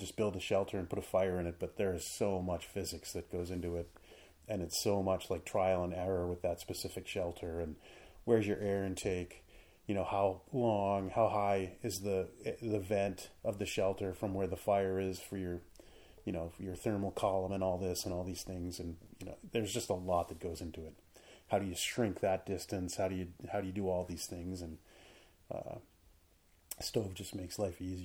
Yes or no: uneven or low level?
yes